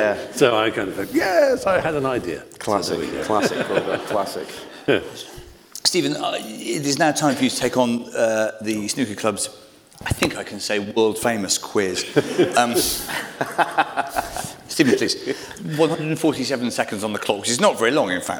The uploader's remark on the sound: Snooker Club LIVE at Ally Pally. In front of a live audience at Alexandra Palace on the eve of the 2024 MrQ Masters! We also have questions from the audience.